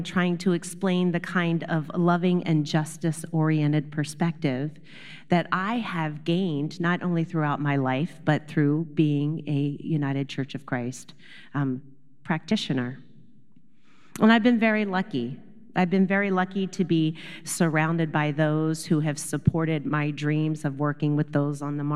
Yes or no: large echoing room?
yes